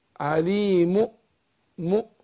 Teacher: بجيب بعض اختلس حركه الضم مش حركه كامله اقول عليم لا عليم عليم اختلس حركه الضم بعض حركه الضم